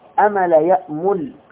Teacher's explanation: الهمزة قد تخفف إذا وقعت غير الأول، لأنها حرف شديد من أقصى الحلق